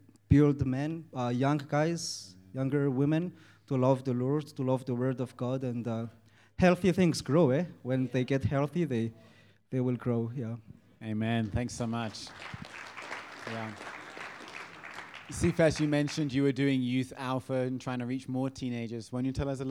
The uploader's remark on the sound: Audio session recordings from the recent Advance Africa Leadership Conference, which took place in JHB, South Africa.